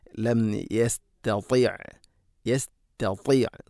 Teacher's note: യസ്തതിഅ അല്ല യസ്ത, ഒന്നാമത്തെ ത ലൈറ്റ് ലെറ്ററാണ്, അഥവാ കനപ്പിക്കാതെ ഉച്ചരിക്കേണ്ട അക്ഷരം. രണ്ടാമത്തേത് ത, കനപ്പിച്ചുച്ചരിക്കേണ്ട അക്ഷരമാണ്. അതുകൊണ്ട് രണ്ടും ഒരുപോലെയാവരുത്, തീർത്തും വ്യത്യസ്തമാണ്.